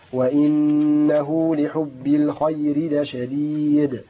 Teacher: دال ساكنة مقلقلة عند الوقف